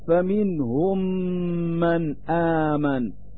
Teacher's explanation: الحكم الأول هو الإدغام، يسمى هذا الإدغام الإدغام الشفوية أو المثلين، وهو أنه إذا جاء بعد الميم الأول ميم فإن الميم الأول يحذف للتخفيف، وذلك مثل فمنهم من آمن، فالميم الأول من كلمة فمنهم يحذف ويبقى الميم الثاني مثقلا مع إظهار الغنة للدلالة على أن اللسان يرتفع إلى مخرج الميمين دفعة واحدة فيطرق المخرج طرقا واحدا مع الضغط فيظهر لفظ الميم ثقيلا.